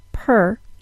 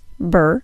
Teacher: This is one of the main differences in voiced-unvoiced stops. The unvoiced stop, in this case the P sound, has more aspiration or puff than the voiced sound, in this case the B sound.